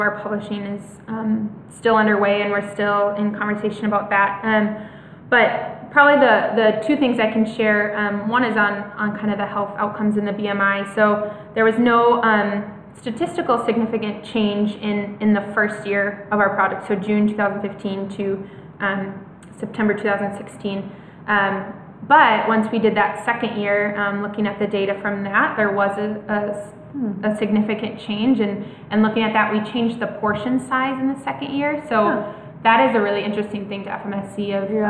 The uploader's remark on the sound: LIVE from the One Accord Forum in Ridgecrest, NC